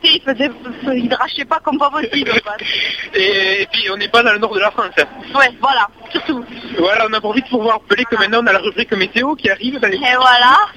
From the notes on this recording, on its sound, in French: Vous retrouvent par téléphone en direct de Castres pour la Fête de la Musique !